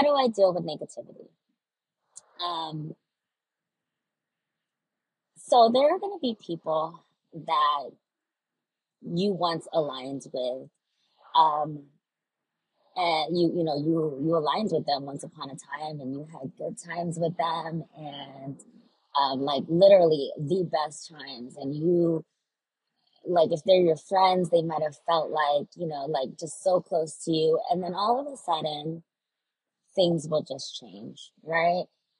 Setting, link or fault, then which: fault, poor sound quality